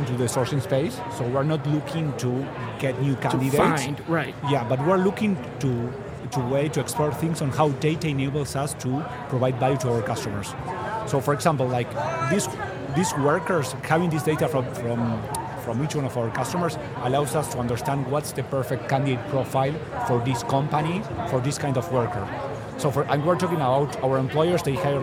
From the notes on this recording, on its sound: Recorded with Oleeo at HR Tech 2023. Special mini series recorded with Oleeo at HR Tech 2023.